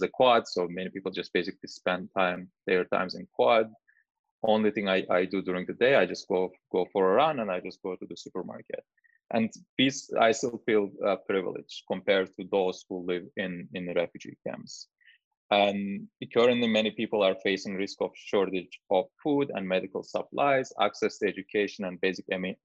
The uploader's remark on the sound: Were joined on Zoom by our Chief Economist.